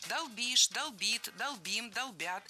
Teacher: Не долбим, а долбим. Ударение в этом глаголе всегда стоит за корнем. Долбишь, долбит, долбим, долбят. · Во всех формах ударяем окончание.